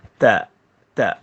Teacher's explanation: Hujung lidah pergi ke pangkal gigi atas.